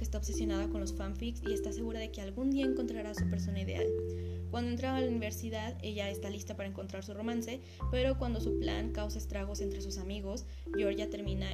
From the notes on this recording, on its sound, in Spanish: Una disculpa por el ruido de la lluvia y por hablar tan rápido. Temía porque comenzara la tormenta.